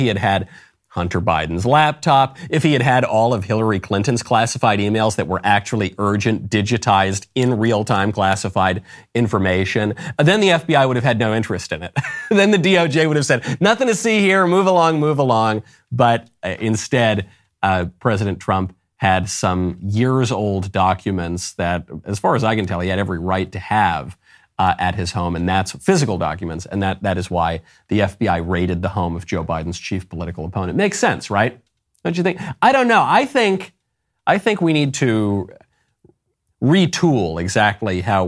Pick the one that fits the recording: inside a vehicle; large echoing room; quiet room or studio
quiet room or studio